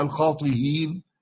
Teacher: تسهيل الهمزة بينها وبين الياء، يبقى الخاطئين همزة مكسورة قبلها مكسور، وفي غير هذا بين بين على المذهب القياسي.